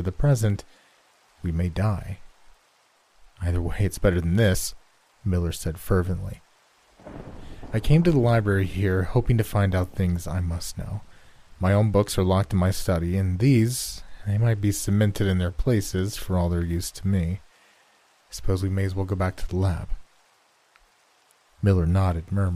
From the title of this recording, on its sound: Rain & Thiunder Sounds